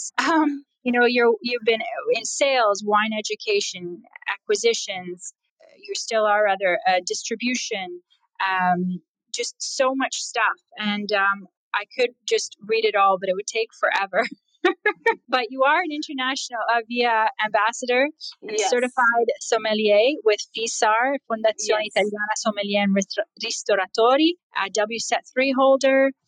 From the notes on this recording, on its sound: Clubhouse Ambassador's Corner. These sessions are recorded from Clubhouse and replayed here on the Italian Wine Podcast!